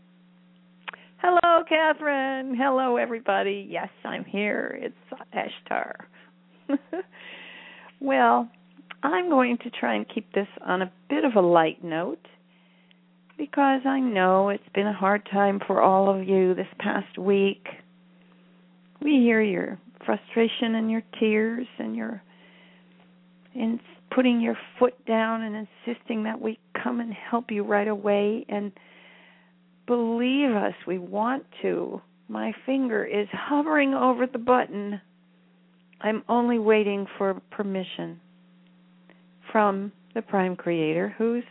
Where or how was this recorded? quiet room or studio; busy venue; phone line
phone line